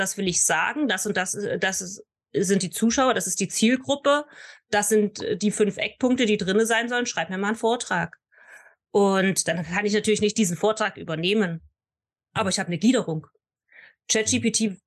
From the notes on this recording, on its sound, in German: einem Zoom-Call